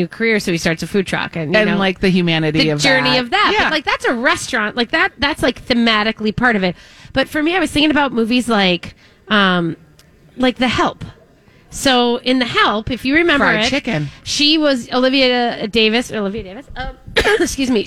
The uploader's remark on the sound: broadcasting live at Southern Lights